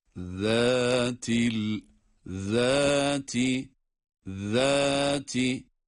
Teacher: ذَا peltek okunacak ama bu peltek okunurken zel harfinin inceliğini unutmuyoruz.